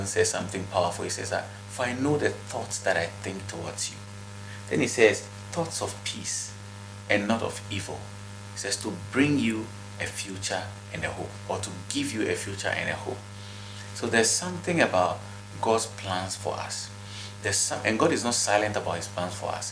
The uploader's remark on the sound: Kindly pardon the background noise.